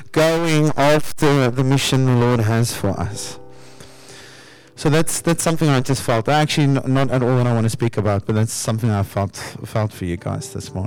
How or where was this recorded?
large echoing room